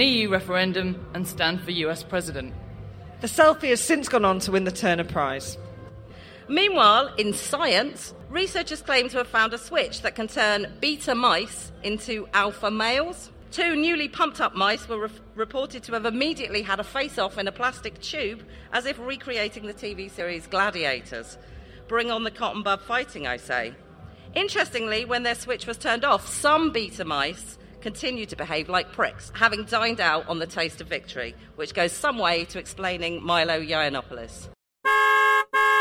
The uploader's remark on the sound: Parts of the podzine were recorded live at Latitude.